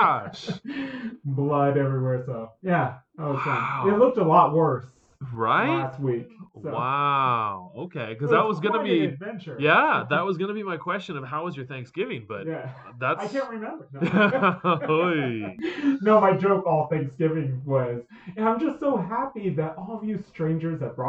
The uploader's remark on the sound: NOTE: We're still working out our audio issues, so this episode might not have our normal high quality audio.